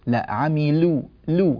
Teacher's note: اللام حرف مرقق وينبغي العناية بترقيق هذه اللام وعدم تأثرها بالصاد المفخمة التي جاءت بعدها